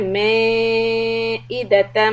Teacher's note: make sure the hamza sound is made clear and separate from the alif coming before